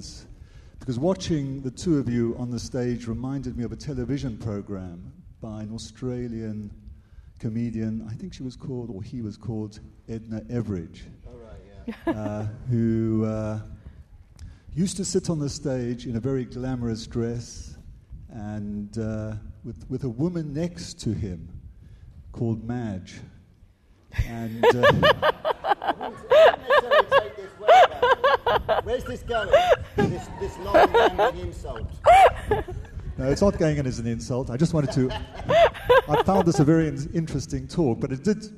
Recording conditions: live audience